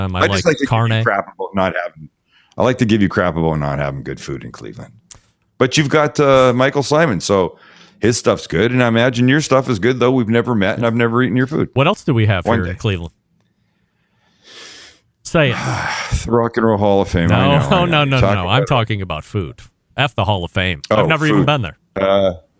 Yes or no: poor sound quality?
no